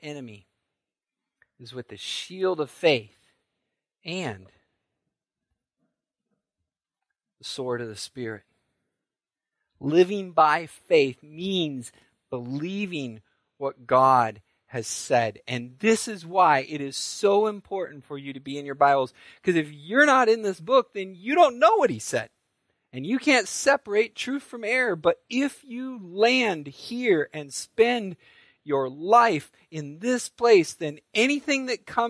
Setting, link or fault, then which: setting, large echoing room